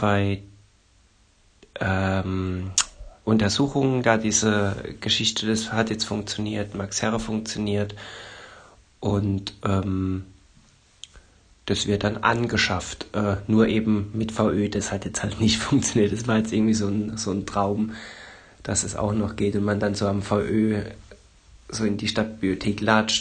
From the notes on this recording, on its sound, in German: Wir sind das Kernteam dieses Gruppenchat Podcasts bei dem wir in einer Threema Gruppe ein Thema aufmachen und dieses per Sprachnachrichten bequatschen.